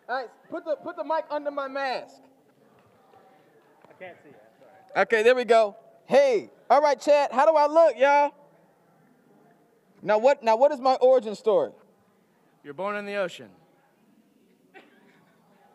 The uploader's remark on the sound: LIVE from the roof of The Spreckels Theater in San Diego